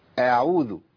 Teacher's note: العين فيها زمن بيمشي شويه في الصوت اسمه التوسط